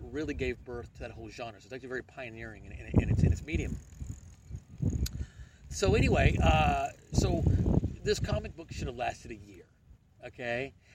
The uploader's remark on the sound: Recorded in Dallas at Marvel’s Marvelous New Year